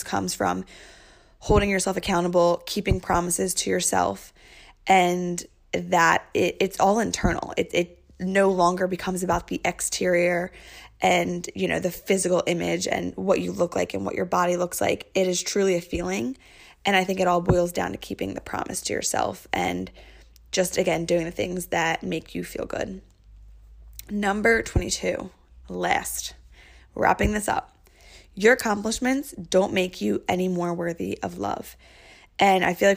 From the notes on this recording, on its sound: In Australia, jet-lagged, and recording on voice memo because her mic is not compatible with the new laptop!